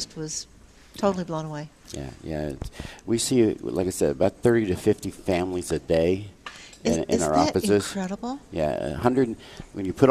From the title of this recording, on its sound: Live at Prairie Gardens